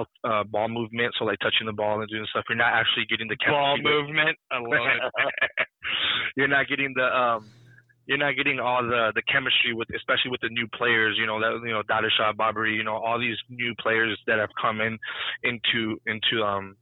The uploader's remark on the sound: The team calls in from remote locations